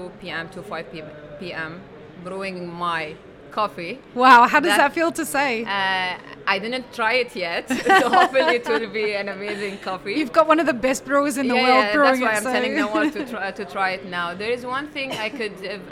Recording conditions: busy venue